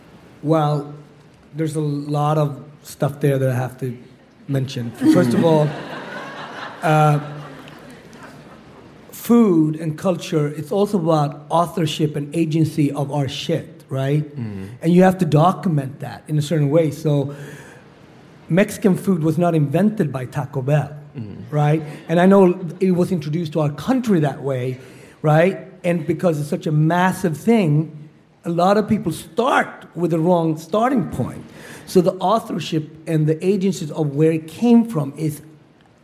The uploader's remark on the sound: Live From The Apollo. At Harlem's World Famous Apollo Theater in New York City.